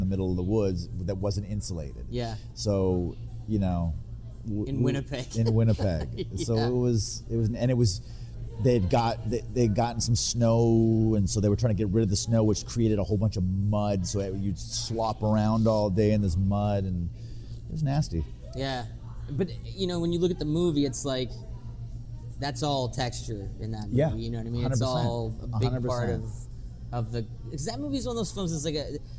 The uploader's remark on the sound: Now most listeners of the show will be aware that our guests are generally joining us remotely. At a later date we recorded our talk in a restaurant so you will hear a bit more background than usual.